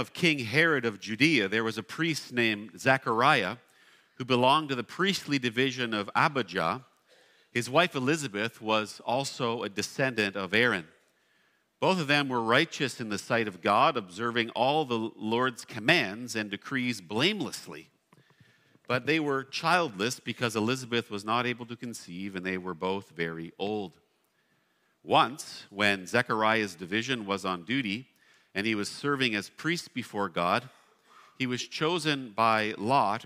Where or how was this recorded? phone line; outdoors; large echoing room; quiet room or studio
large echoing room